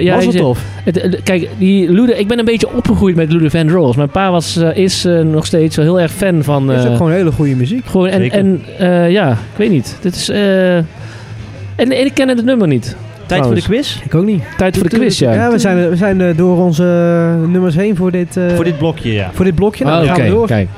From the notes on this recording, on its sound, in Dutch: live vanuit cafe Steck in Tilburg